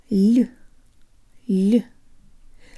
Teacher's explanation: it's an L with a slight Y sound built in · Term: soft L